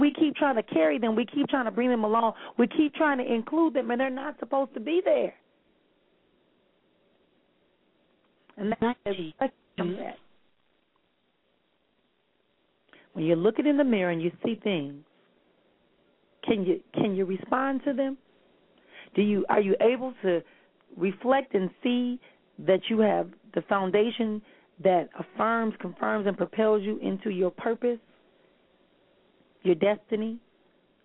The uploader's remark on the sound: callers may call in with questions